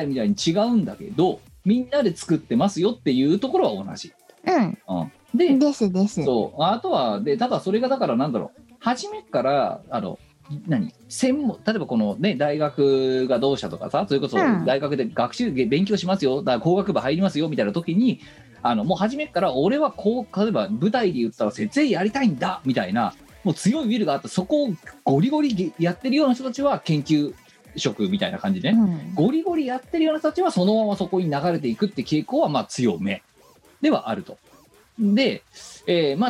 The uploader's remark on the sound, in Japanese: 本番組はリモート収録です。収録時環境の影響により、聴き取り辛い部分があります。